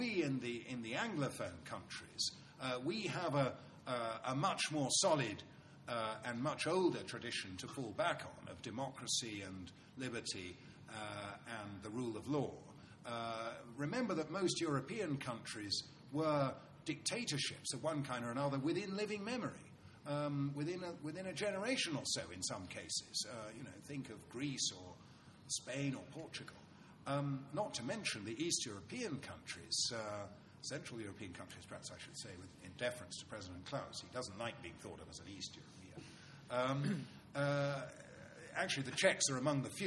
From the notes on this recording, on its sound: TNC/SAU Conference. Responds to the questions and comments of conference panelists and audience members.